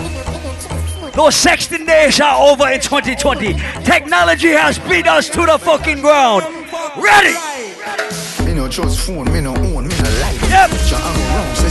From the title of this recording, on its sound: LIVE AT ISLAND SATURDAYS